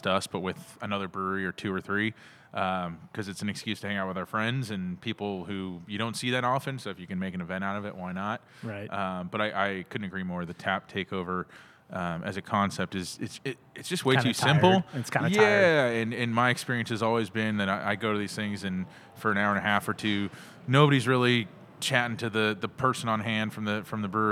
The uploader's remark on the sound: We recorded this episode at CellarMaker Brewing.